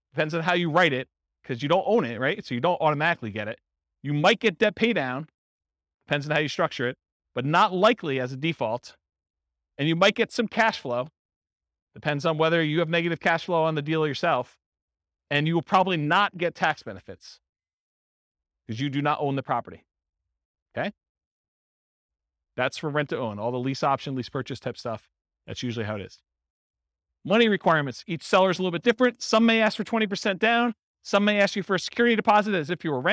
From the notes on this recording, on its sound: In Grand Prairie, Texas. This was a live class recorded.